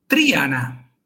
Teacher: 3 sílabas, separando la I y la A